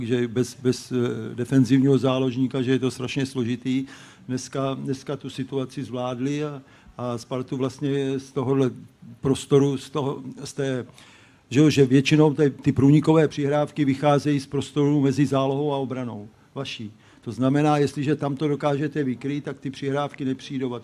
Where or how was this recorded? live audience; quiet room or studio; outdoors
live audience